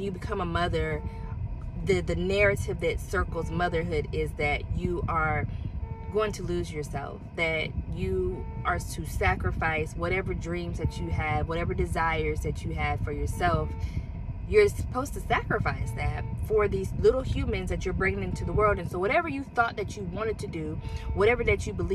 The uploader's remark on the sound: I had to record in my car, parked outside of one of Publix.